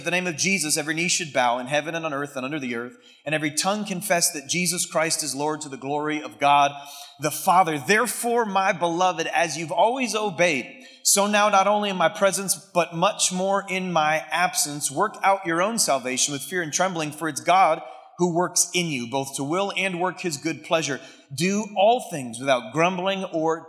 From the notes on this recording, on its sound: keynote message from Converge Northeast's October 2023 event, the Advance Conference